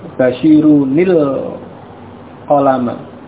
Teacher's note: Jadi nunnya, bunyi nunnya ada, tapi dia dikasrah, bukan nun sukun tapi dikasrah untuk bersambung dengan lam sukun yang sesudahnya. · Term: nun yang kasrah